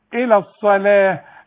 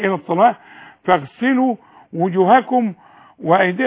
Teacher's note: اللام هنا لازم ترقق الى الصلاة